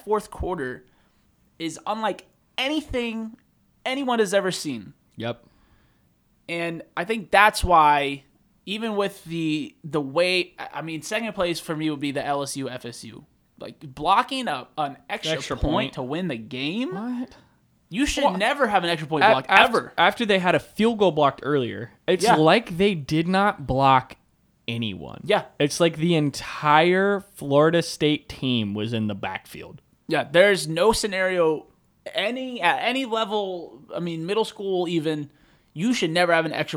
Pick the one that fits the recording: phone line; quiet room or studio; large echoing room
quiet room or studio